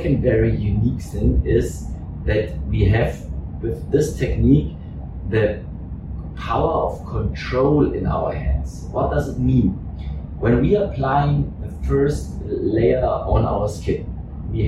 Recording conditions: poor sound quality